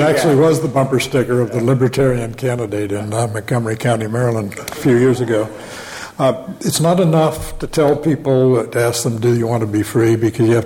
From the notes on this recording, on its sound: In front of a live audience at the Cato Institute.